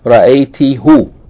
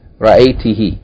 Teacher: So they changed the hu to he, yani just for pronunciation reasons · Shown in: second take · Term: vocalic harmony